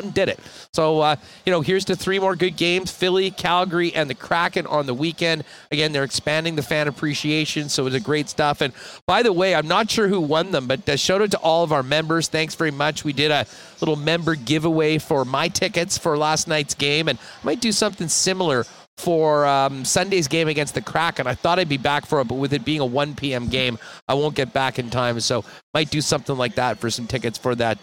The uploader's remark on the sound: Hustler is LIVE at Bar Canada at The D Hotel in Las Vegas.